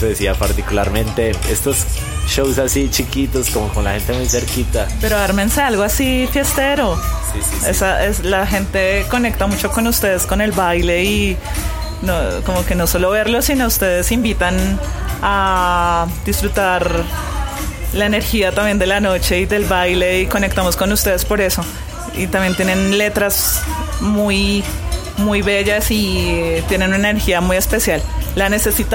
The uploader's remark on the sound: Live At RPM Records Record Store Day